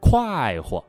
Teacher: 快活、重轻，是这样一个节奏 · Term: 轻声